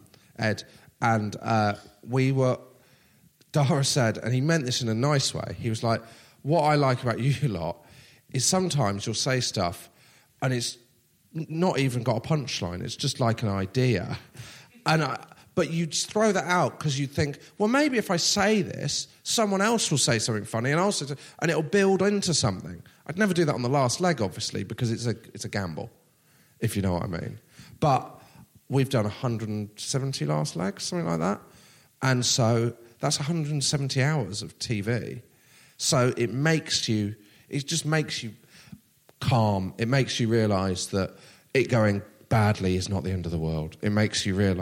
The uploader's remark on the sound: Live at Machynlleth Comedy Festival